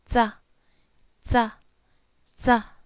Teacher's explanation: You rest it together, teeth comes together, tongue rested right there in between the two teeth · Term: T TX blend